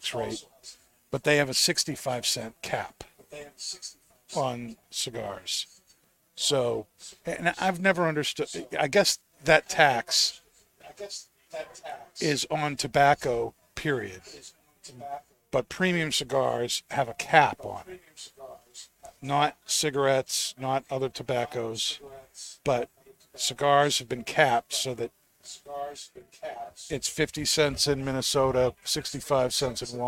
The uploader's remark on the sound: Recorded live at the 7-20-4 Lounge in Londonderry, NH.